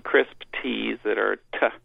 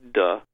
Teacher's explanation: I have some crisp T's that are T and some flapped D's that are just like duh